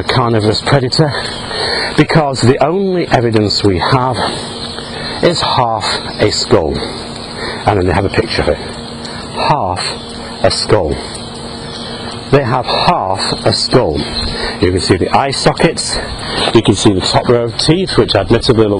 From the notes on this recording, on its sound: while out walking his dog